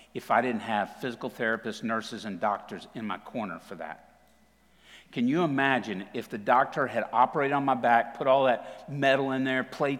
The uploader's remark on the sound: TR campus. Recorded live at The Fellowship at Two Rivers on September 19, 2021.